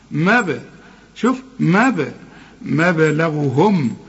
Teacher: الباء جت لنا عليها سكون لازم نقلقل